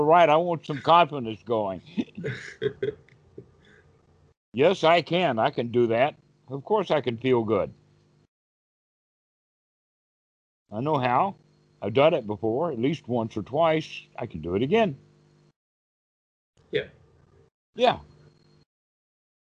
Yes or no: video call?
yes